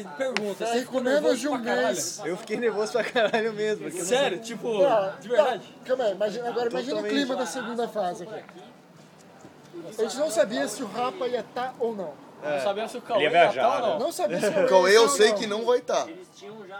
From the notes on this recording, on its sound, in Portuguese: Este episódio foi gravado na mesa do bar